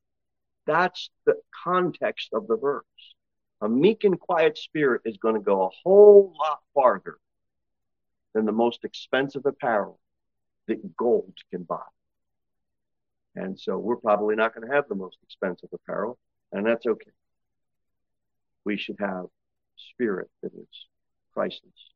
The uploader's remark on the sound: Sermon delivered at Pilgrim Baptist Church. Pilgrim Baptist Church, located at 229 W. Cookeville, TN 38501.